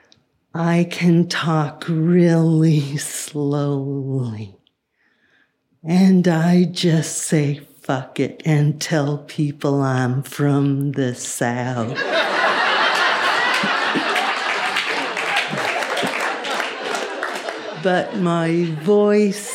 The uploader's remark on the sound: this story was recorded at Buntport Theater in November 2017